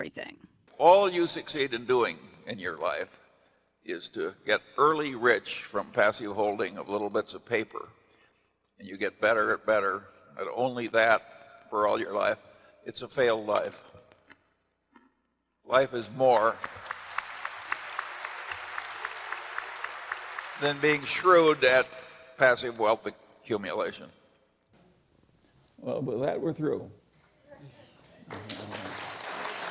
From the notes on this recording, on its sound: We are live at the NATO meeting in Brussels.